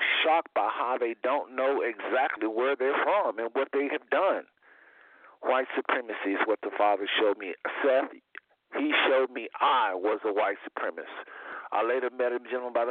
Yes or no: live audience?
no